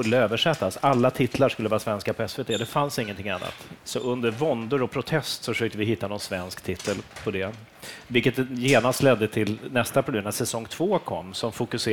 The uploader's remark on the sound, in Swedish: För andra gången spelas TV Heads in på plats i Göteborg under filmfestivalen. Under ett lunch-event i festivaltältet.